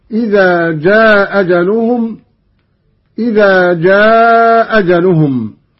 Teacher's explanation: قرأ قانون بإسقاط الهمزة الأولى وله القصر والمد